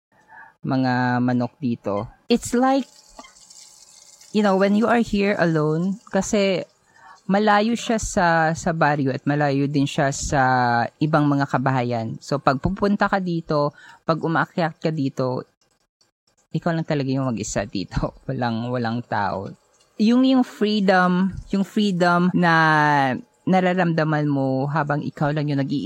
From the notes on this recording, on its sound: When I decided to build a hut at my grandpa’s property a kilometer away from the barrio. Recorded straight from my little house, I share these lessons while preparing my breakfast.